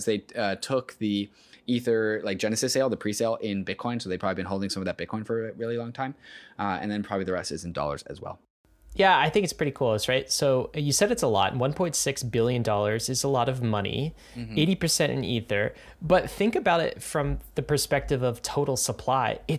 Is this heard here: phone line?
no